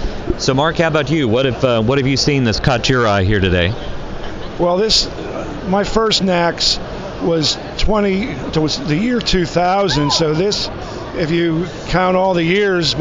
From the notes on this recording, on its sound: While attending the NACS Show 2021 in Chicago. On the trade show floor.